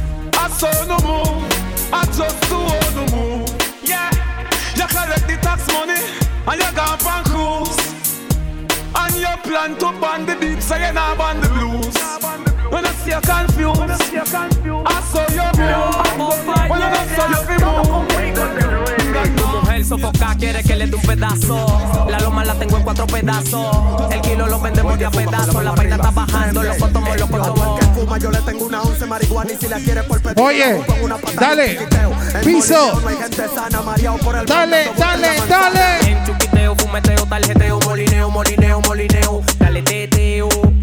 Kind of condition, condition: setting, busy venue